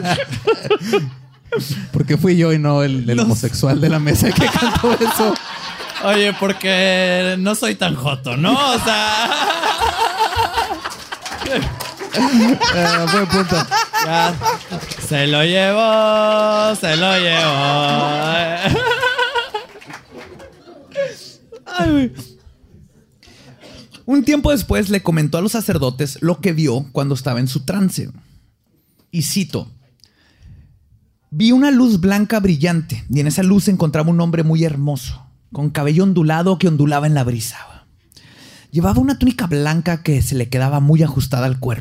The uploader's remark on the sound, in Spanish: en vivo